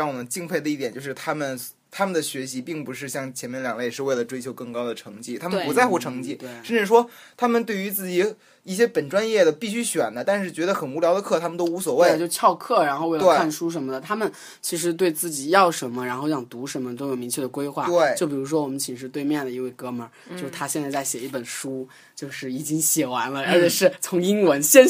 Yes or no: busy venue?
no